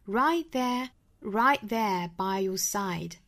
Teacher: right 尾部的 t 我们顿一下不把这个 t 爆破出来了顿那么一下 Right there by your side Your 同样是做弱读的 Your side 我们可以做一下停顿那么如果停顿的话呢就在 side 后面停顿一下 all